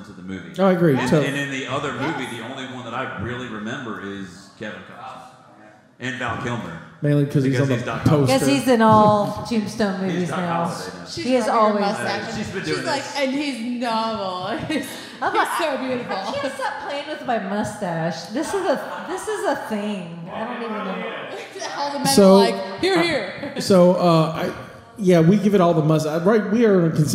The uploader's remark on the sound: This week is a special episode as we reviist an old live show we never got to air.